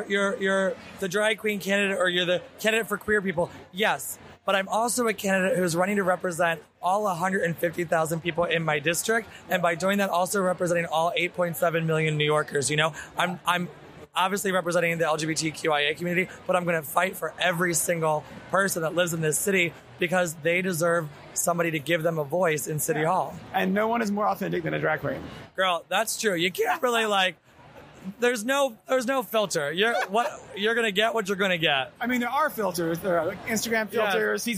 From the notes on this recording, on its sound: LIVE episode, recorded at RuPaul’s DragCon in NYC